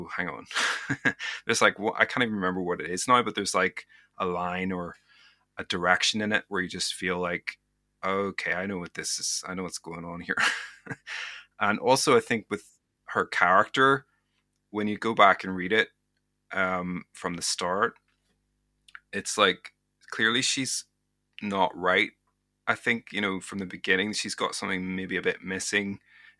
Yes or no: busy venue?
no